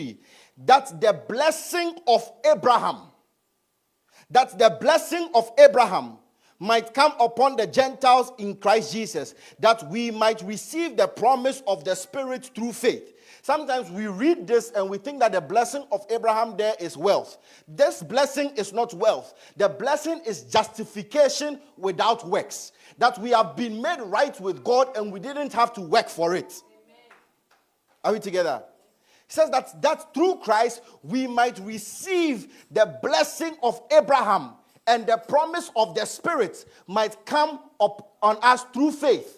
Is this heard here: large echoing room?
yes